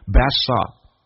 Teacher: 这两个在一起的话，其实那个咬舌音就基本上忽略不计，就可以不用咬舌